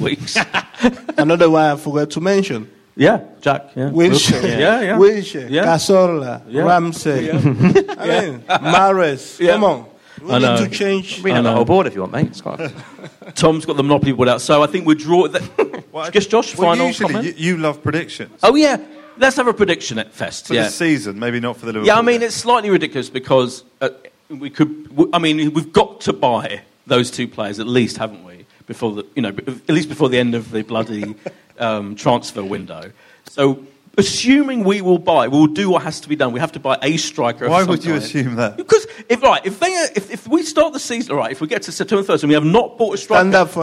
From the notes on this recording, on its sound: with a live audience